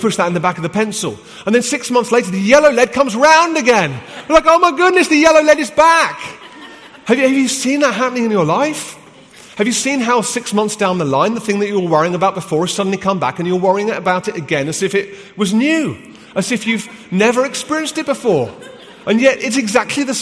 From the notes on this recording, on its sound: from the HTB Free To Be Conference in London